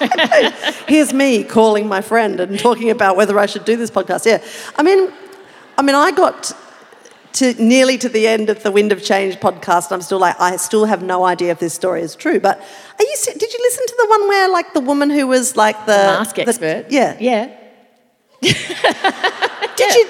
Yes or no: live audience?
yes